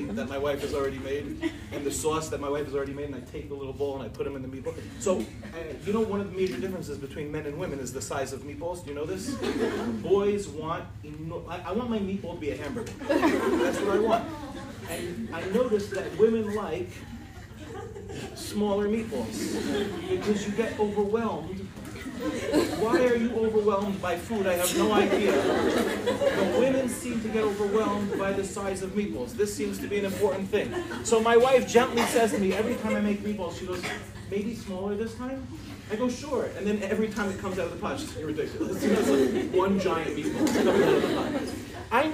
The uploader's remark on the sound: In this shiur, delivered in Michlala